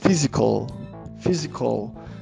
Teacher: No final do physical, não sei se vocês notam, mas olha, physical, physical. A língua vai no céu da boca. Então, se for falar exercise depois, eu vou falar physical exercise, physical exercise. · Term: connected speech